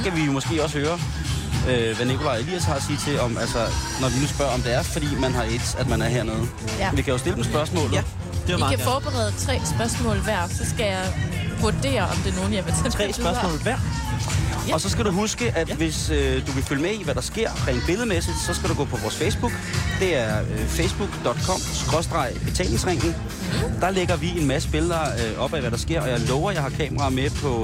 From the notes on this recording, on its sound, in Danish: I dag live fra Roskilde.